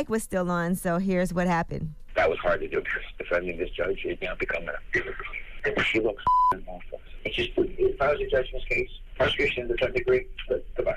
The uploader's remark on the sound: we opened up the phone lines to see if our listeners thought it was a big deal to them